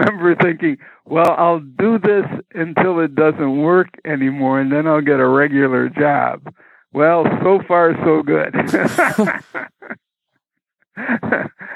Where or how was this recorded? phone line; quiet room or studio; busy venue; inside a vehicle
phone line